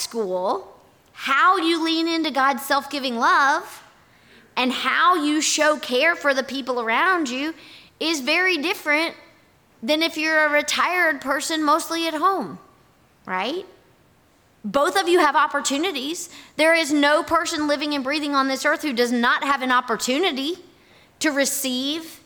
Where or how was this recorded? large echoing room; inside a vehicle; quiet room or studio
large echoing room